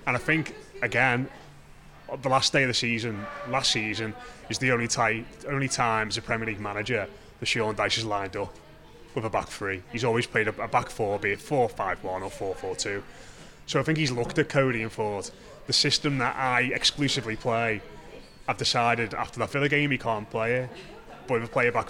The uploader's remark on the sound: in Lovelocks Coffee Shop in the heart of Liverpool city centre